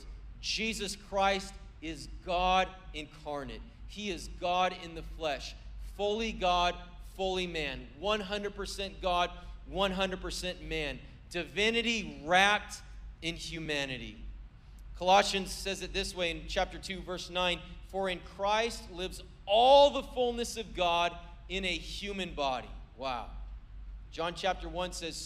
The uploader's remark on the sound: was preached on December 24th at the 4PM service